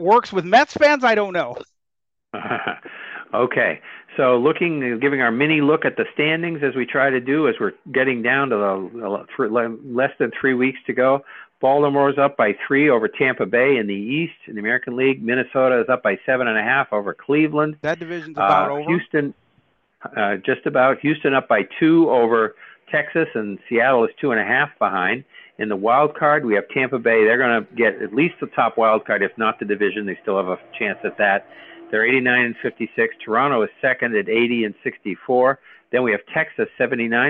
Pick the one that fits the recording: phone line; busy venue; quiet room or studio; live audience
phone line